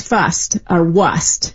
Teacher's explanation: the first hints that R's ever started to get dropped, primarily in words where that was like R-S-T, like first or worst. We'd see it written as fust or wust. · Term: the R starting to drop